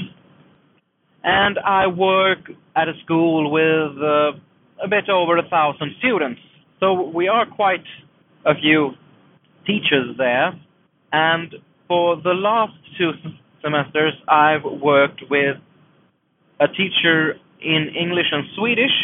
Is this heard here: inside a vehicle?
yes